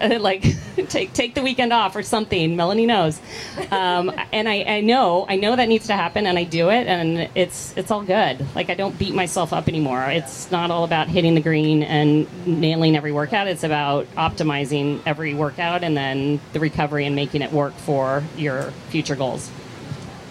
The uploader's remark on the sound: Live from VinFast Ironman World Championship